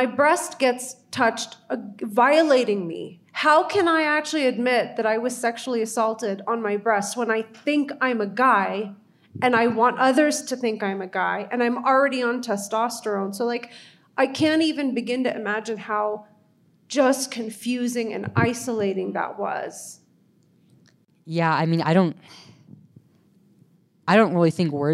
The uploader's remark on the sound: Live from Denver. Recorded live from Genspect’s The Bigger Picture Conference in November 2023 from Denver, CO, USA with special guest in-person appearance.